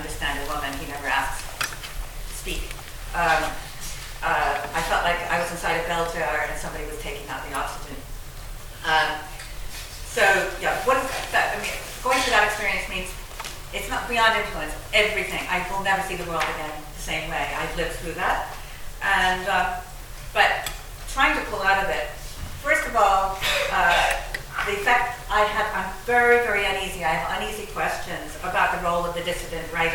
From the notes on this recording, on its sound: at the Worlds Literature Festival Salon